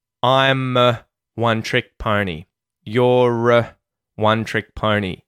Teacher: You'll notice as well that the word A becomes a schwa sound